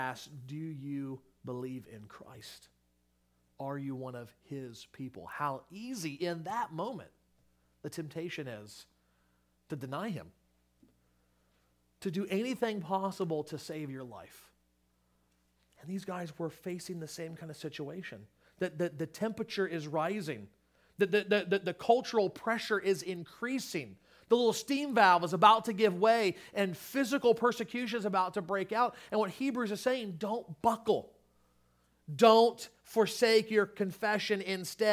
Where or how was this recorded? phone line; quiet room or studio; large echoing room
large echoing room